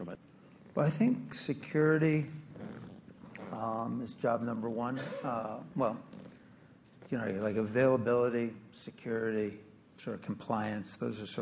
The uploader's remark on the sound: at the recent RBC Capital Markets Technology, Internet, Media and Telecommunications Conference in New York City